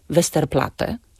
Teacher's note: ponieważ są to nazwy niemieckiego pochodzenia, a w języku niemieckim nie wymawia się podwójnego t, zatem wymawiamy tylko jedną głoskę